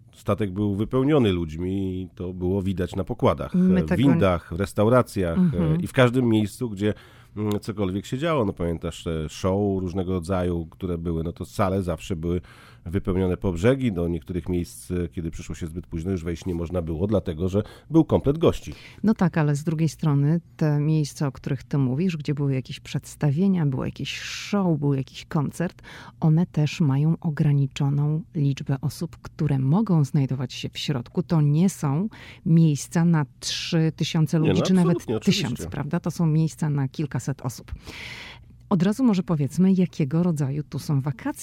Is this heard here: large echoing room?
no